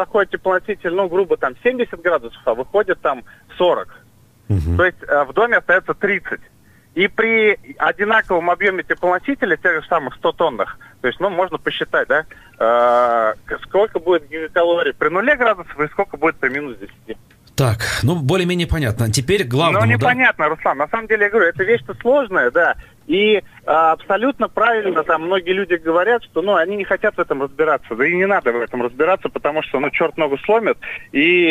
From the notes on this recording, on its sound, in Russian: По телефону